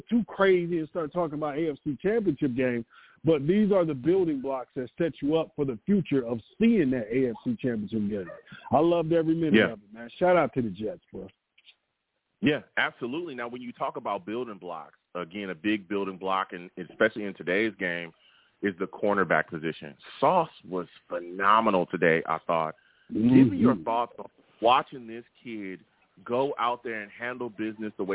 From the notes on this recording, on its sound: The callers went crazy on this show and the takes were flying! I take live callers!